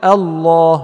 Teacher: كلمة الله في الشطر الثاني الله ثم لا من الله، كلمة الله كذلك الهمز منها، طبعا لا يتحقق الهمز في كلمة الله ولا الهمز في كلمة اهدنا ولا الهمز في كلمة الحمد إلا في الابتداء، لأنها همزة وصل تسقط في الوصل. فحيث ابتدأت بكلمة الله لا بد أن تحافظ على ترقيق الهمزة